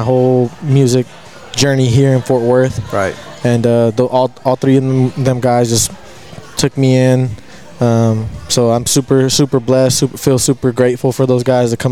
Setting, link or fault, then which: setting, busy venue